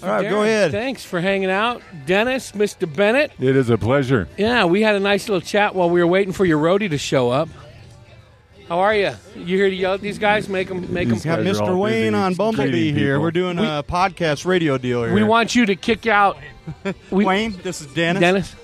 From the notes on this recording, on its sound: Recorded on the patio at Big Daddy E’s BBQ. This episode was recorded at Big Daddy E’s BBQ & Catering.